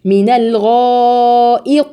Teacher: رقق الهمز ما بين مفخمين